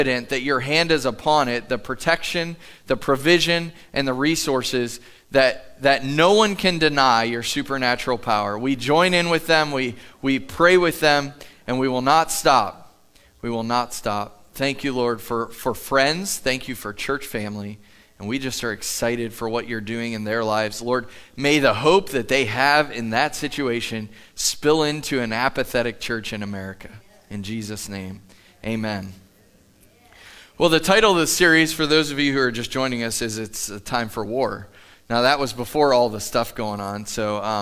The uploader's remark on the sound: Live from The Summit Church in Dover, OH